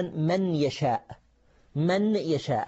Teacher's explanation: نبدل النون ياء ثم ندغمها بالياء، فتقول من يشاء، ليس للنون أي أثر. · Term: إدغام